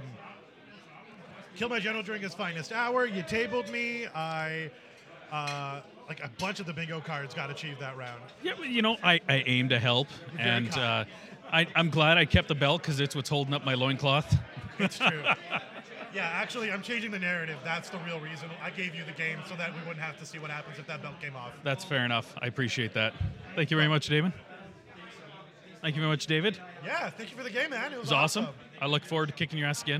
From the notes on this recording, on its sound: We recorded at the Northern Wastes GT to capture some of the excitement and chat with our cool new friends. The volume is all over the map.